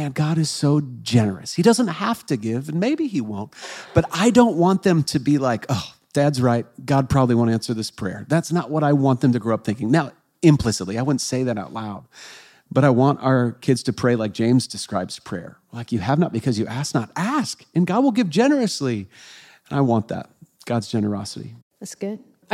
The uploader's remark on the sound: Live Q&A in Dallas. Answer questions from a live audience.